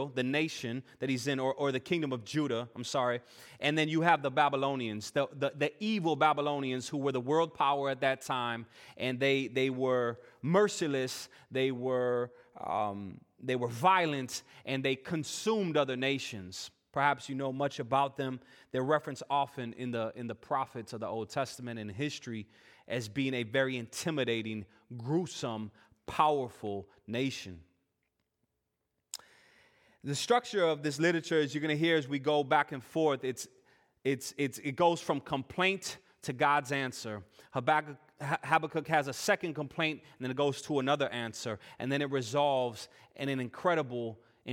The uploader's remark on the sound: Full worship service recording